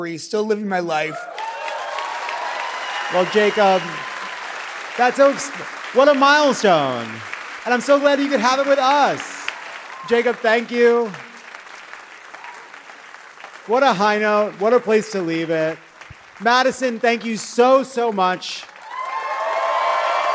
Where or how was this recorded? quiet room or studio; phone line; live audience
live audience